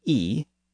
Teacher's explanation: Now, that pronunciation was retained in the South, but in the North of England, the word lost that CH sound at the end and simply became E